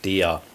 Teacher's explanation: kein phoniertes R, sondern das ist ein sogenanntes vokalisiertes R hinten. Also du sprichst Ja.